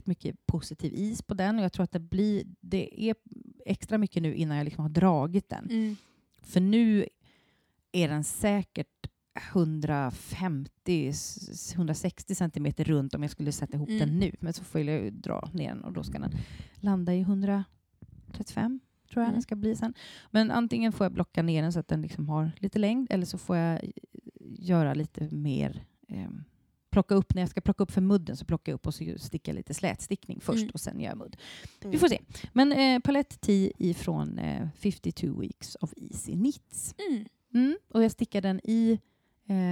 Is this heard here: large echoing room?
no